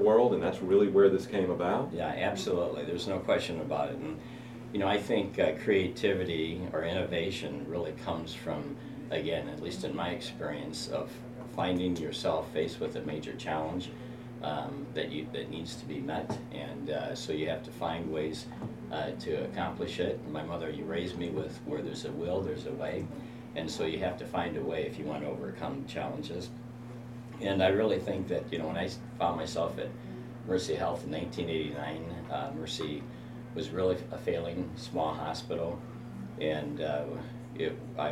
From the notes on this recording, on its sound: Each interview was conducted as part of the MGMA Live experience onsite at MGMA19 | The Annual Conference in New Orleans